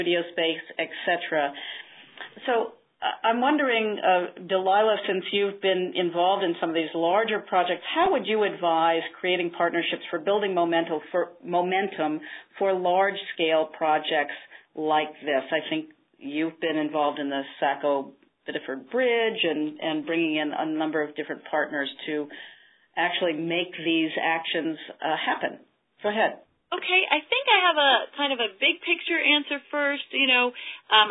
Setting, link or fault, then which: link, phone line